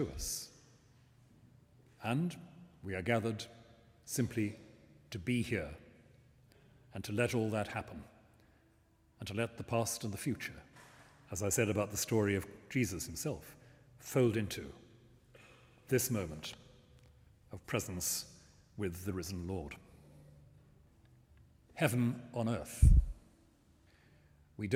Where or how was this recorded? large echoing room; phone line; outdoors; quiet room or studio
large echoing room